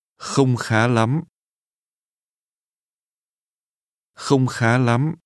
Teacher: That's a mid-level tone, followed by two high rising tones.